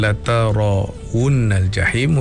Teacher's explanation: huruf ra-nya adalah huruf yang tafkhim, huruf yang perlu dibaca tebal